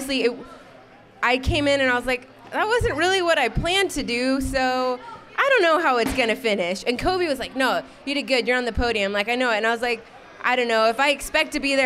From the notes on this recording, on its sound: Episode 69 was recorded live from Boulder Boats in Henderson, NV one night prior to the Malibu Boats Rider Experience and Central WWA Wakeboard Regionals. In front of the live audience during Boulder Boats Pre-Party and WWA registration.